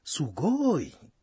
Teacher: Mara nyingi wasichana wadogo husema neno hilo kwa toni ya juu